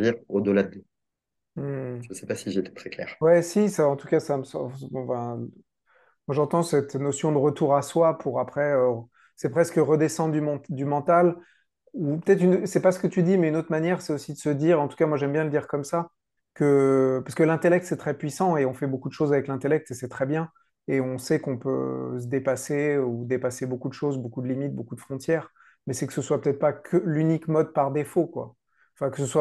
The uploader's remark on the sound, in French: Nous l'avons enregistré début 2023 à distance.